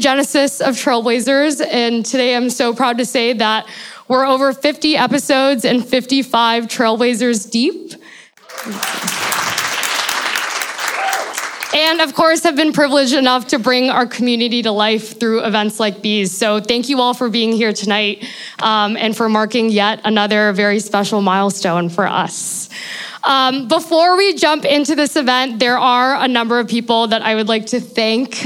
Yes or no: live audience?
yes